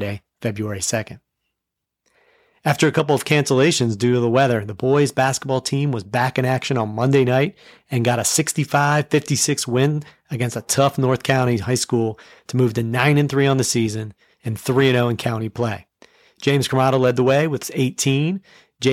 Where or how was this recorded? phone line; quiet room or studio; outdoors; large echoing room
quiet room or studio